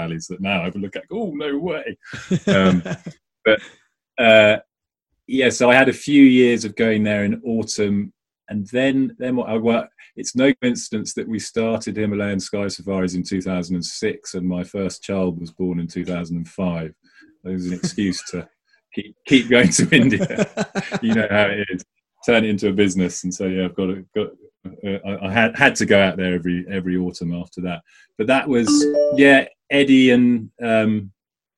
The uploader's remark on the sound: zoom talk for the Avon Hang Gliding club